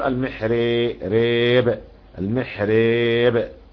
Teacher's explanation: اما ابن زكوان فيميل وعلى الاماله ترقيق الراء